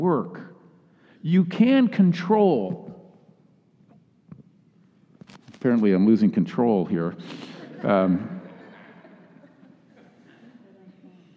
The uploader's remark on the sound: Message delivered during the Classic Worship service.